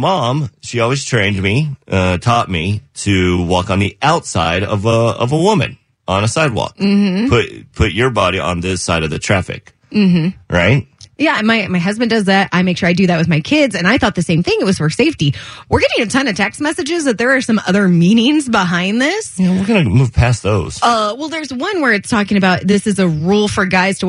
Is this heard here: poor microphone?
no